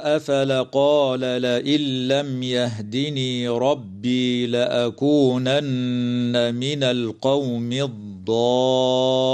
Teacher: تدغم النون الساكنة في اللام من غير غنة في قوله تعالى لئن لم